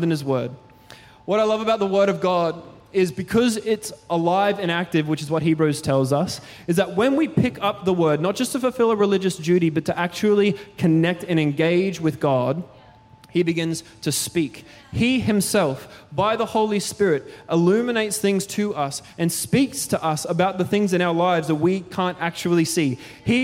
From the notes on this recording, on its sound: Recorded during our 5pm service on Sunday, the 29nd of October 2023.